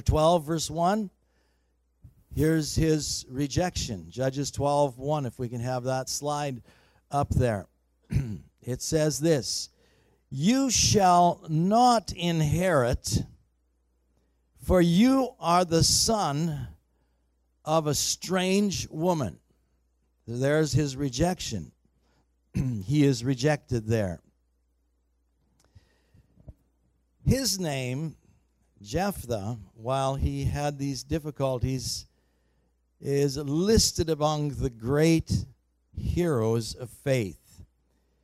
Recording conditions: large echoing room